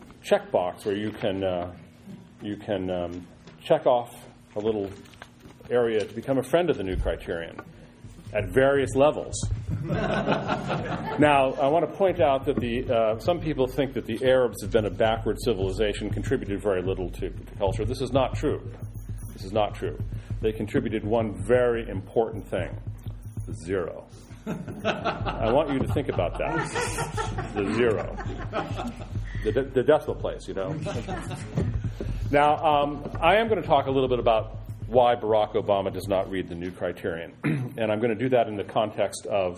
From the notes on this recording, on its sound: Delivers remarks in Effingham, Illinois. To the Effingham audience.